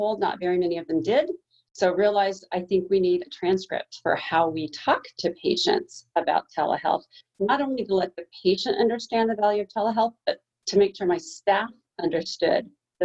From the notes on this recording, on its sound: ZOOM Recording of Telehealth Now Presentation